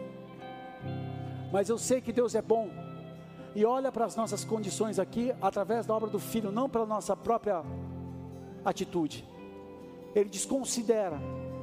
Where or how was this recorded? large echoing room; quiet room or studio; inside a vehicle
large echoing room